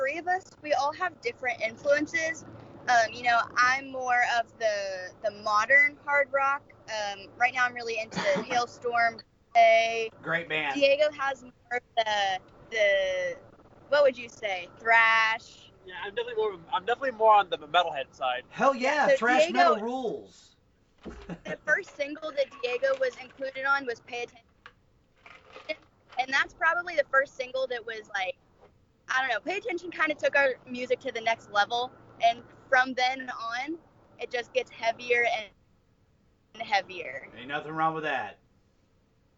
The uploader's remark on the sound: They took the time to talk to us while LITERALLY on the road! Meaning, they were driving to Philadelphia, PA, when we conducted this interview!